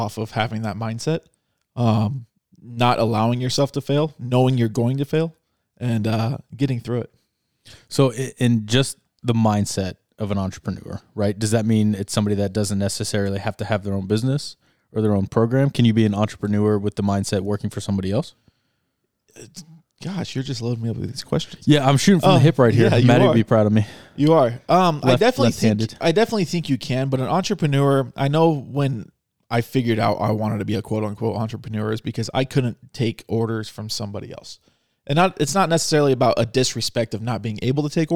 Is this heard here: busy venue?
no